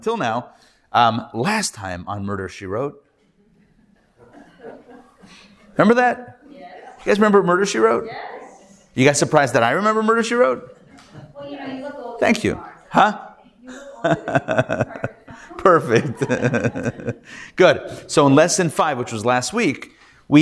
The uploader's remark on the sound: Recorded Live at The Torah Center ATL on Wednesday, December 6, 2023